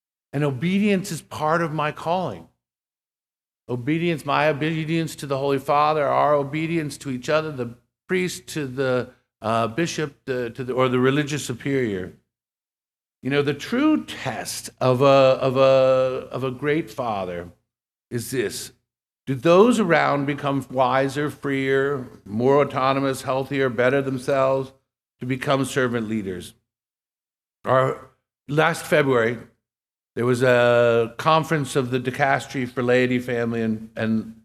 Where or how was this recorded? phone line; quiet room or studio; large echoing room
large echoing room